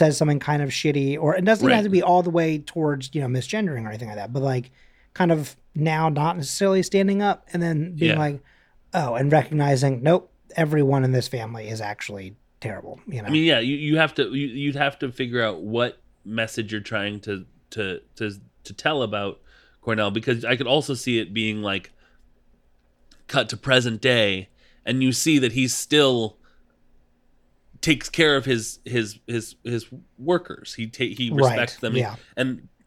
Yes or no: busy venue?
no